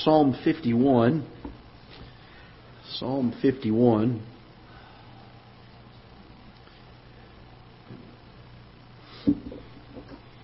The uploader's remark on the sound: Ketha Heights Baptist Church ~ Live Broadcast